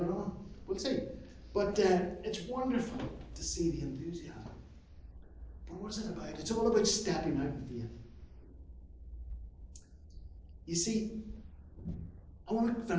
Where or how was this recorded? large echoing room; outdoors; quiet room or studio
large echoing room